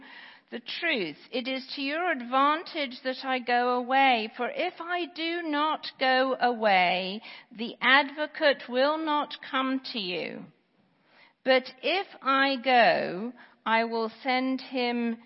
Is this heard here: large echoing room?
yes